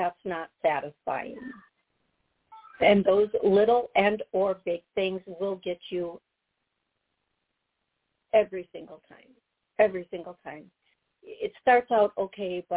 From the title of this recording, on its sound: Live Call